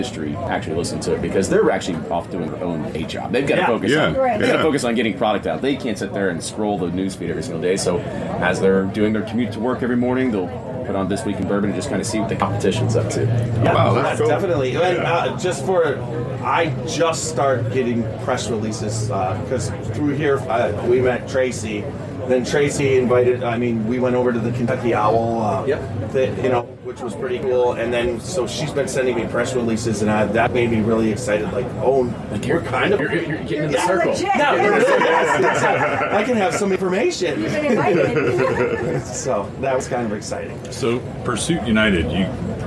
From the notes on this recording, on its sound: at Kentucky Bourbon Festival